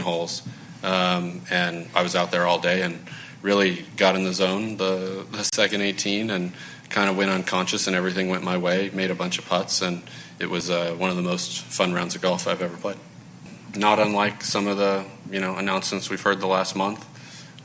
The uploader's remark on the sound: broadcasts live from the Travelers Championship